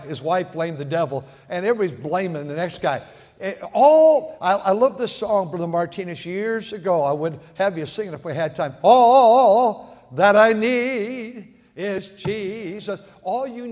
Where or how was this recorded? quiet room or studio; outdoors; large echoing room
large echoing room